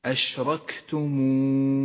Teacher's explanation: اهمس حرف الكاف في كلمة أشركتمون، فالكاف من حروف الهمس